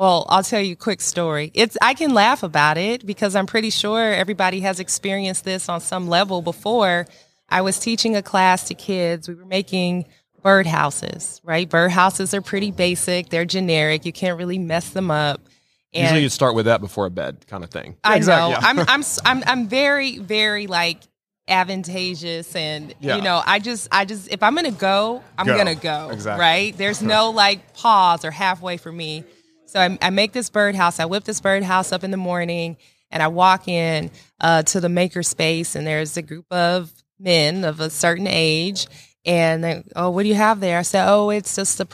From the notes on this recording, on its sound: in the Wall Control booth live at WORKBENCHcon 2022